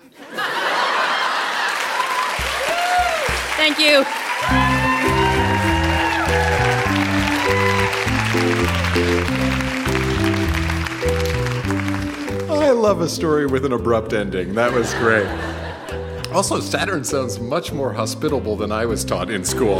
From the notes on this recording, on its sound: Recorded live at the Royal Cinema in Toronto in partnership with The Word on the Street Festival.